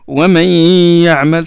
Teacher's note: le Noun rentre dans l'Ya et on prolonge deux harakat, deux temps. Et on sort, le son sort du nez. · Term: nasalisation